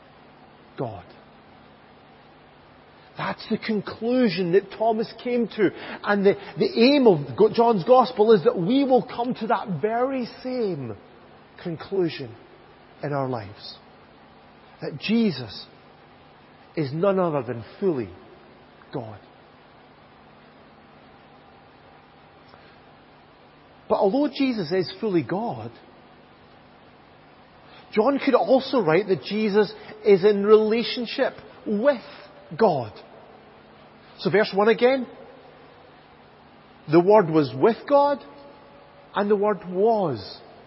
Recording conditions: large echoing room